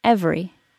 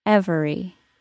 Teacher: For instance, the word every. In normal speech, it drops to 2 syllables · Shown in: first take · every. However, if I were emphasizing that word, it may go back to the more proper 3 syllables, every.